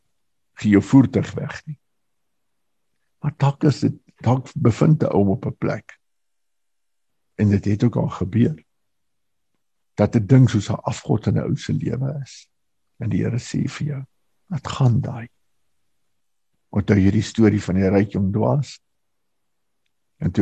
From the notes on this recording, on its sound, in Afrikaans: Manne van die Woord Zoom Byeenkoms 12 Mei 2022